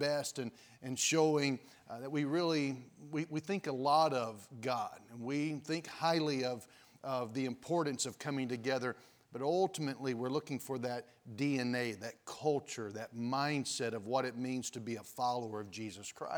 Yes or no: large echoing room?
yes